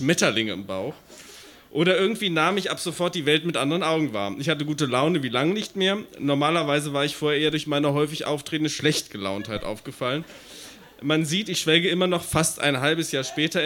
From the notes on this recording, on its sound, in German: Auswahl der Beiträge von der „texte von gestern“-Liveshow. Im frannz Biergarten, Berlin. Heißen Dank an den frannz Biergarten, unser tolles Publikum.